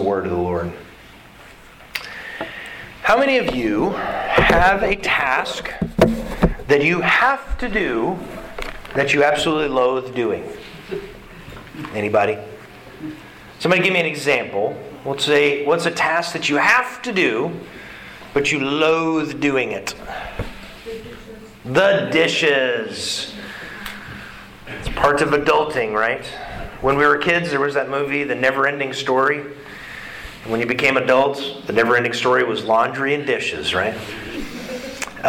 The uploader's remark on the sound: Sermon delivered to the Galena Bible Church